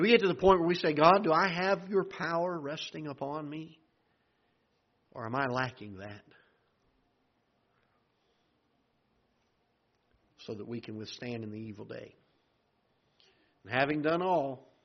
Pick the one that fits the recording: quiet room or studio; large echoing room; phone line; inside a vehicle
large echoing room